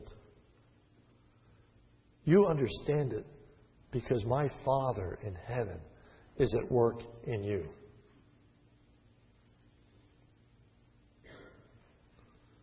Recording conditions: large echoing room